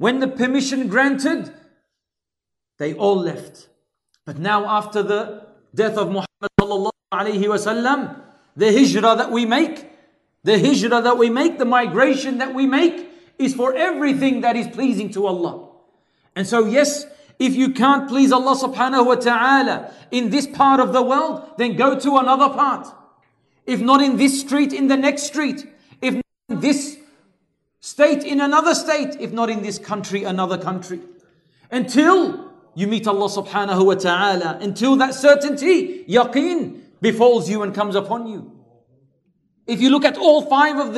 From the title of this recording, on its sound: LIVE from ASWJ Auburn